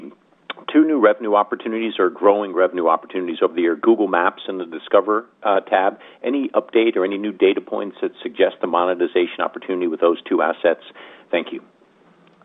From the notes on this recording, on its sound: Earnings Call. Earnings Conference Call.